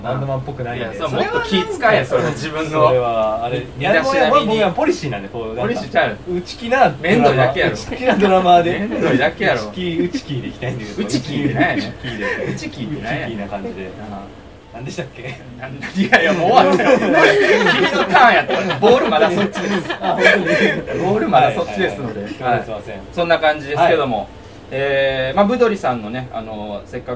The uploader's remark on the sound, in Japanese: 初の外収録atブドリさんにて。松山市大街道にあるレストラン「ブドリ」さんにて収録。